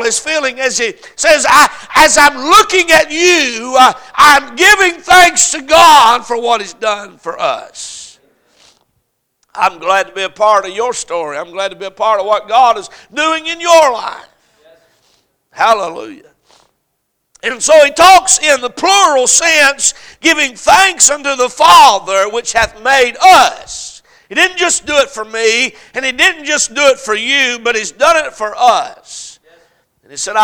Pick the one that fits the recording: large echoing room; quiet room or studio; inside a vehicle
large echoing room